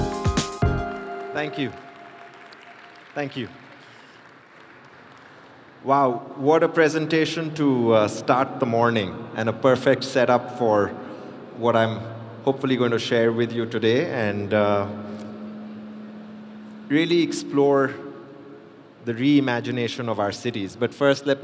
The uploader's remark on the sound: a keynote speech from the World Urban Park Congress 2022